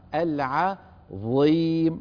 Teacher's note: الظاء لابد من أن تكون قوية ومفخمة، ولو كانت مكسورة دائما نذكر بذلك.